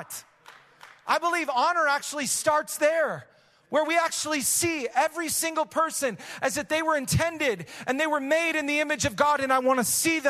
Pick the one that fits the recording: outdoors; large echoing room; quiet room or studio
large echoing room